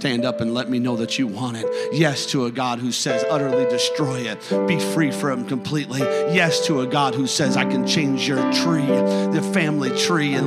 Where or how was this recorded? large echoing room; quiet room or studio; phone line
large echoing room